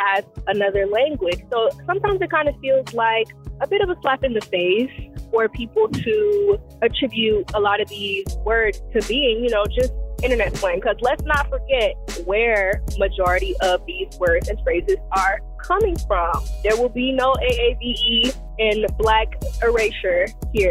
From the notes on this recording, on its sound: Listeners are encouraged to call in and vent about voting-related topics. Phone lines open for listener calls.